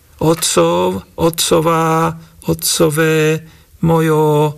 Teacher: osobitnosťou privlastňovacích prídavných mien aj zámen sú dlhé koncovky